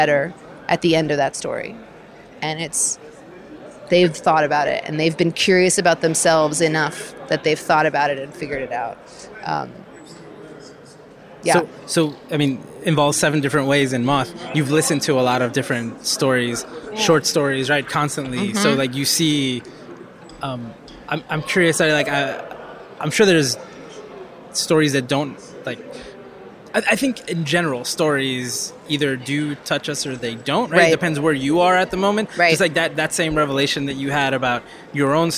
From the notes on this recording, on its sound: At the School of Visual Arts’ Design for Social Innovation Global Lecture Series.